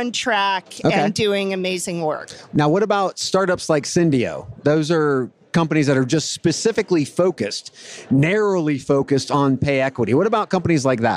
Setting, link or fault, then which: setting, busy venue